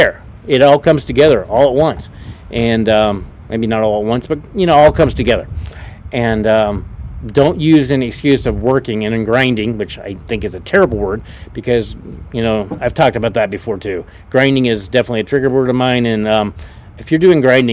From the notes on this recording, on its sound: Was a Pop Up Podcast so I apologize for the wind noise! You know I live in Nebraska where the wind seems to blow every day!